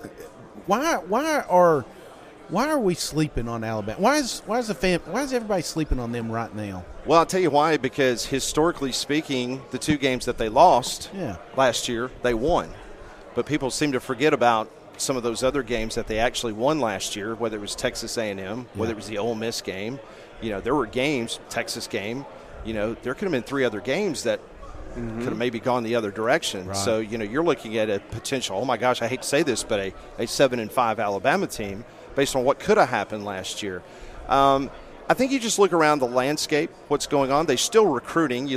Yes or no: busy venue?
yes